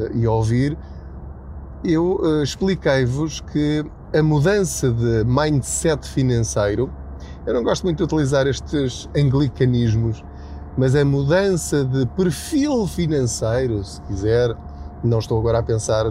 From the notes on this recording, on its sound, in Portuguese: Não ligue aos barulhos da viagem.